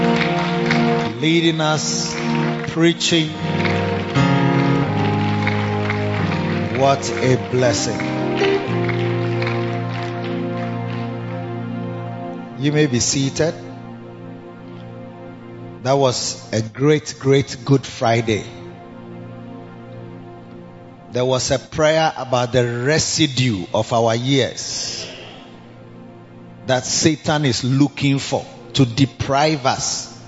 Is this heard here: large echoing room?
yes